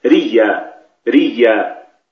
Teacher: ثم أدغمت هذه الياء في الياء التي بعدها فصار النطق بياء مشددة